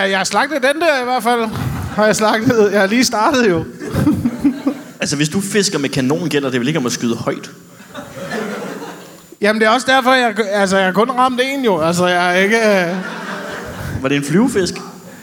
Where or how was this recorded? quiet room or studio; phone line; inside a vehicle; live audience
live audience